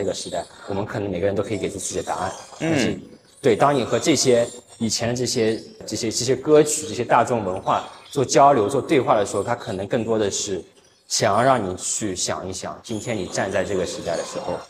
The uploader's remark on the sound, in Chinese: 艺术家群展「苦地宣言」现场导览